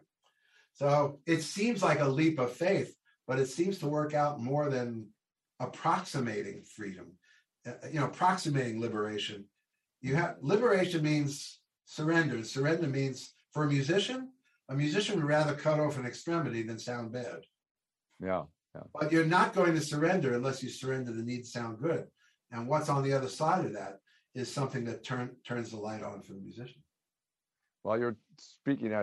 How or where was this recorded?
video call